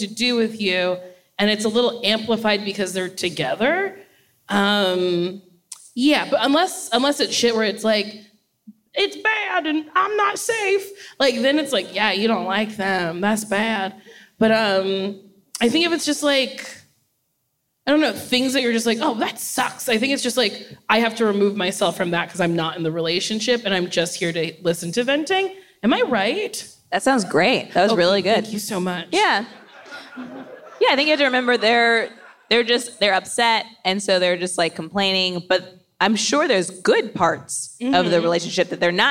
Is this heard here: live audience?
yes